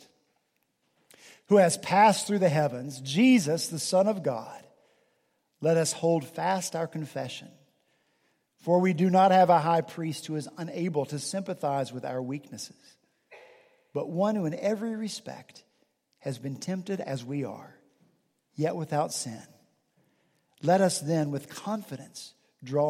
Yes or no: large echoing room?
yes